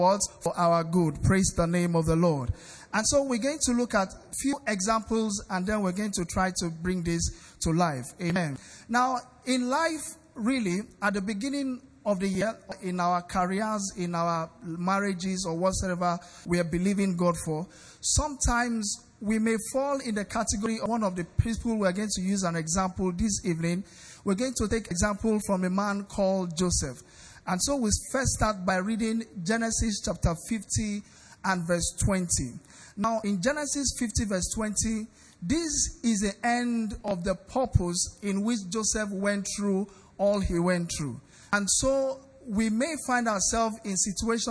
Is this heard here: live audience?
yes